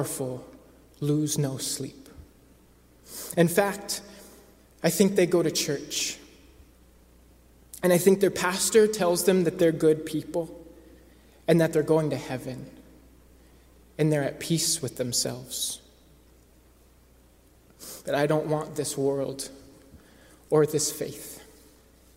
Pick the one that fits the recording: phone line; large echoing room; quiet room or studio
large echoing room